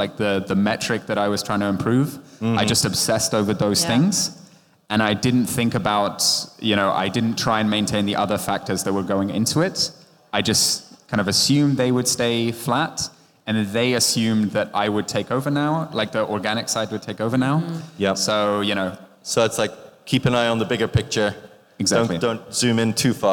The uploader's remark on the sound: This episode of the Mobile Growth Nightmares podcast was recorded live at the 2023 ASO Conference in Berlin.